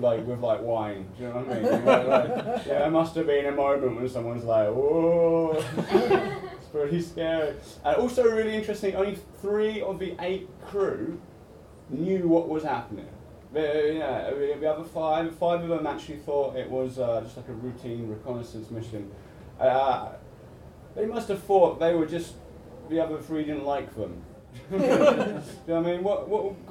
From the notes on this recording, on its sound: Recorded at the Beehive Inn as part of the Scottish Comedy Festival in the Edinburgh Festival Fringe.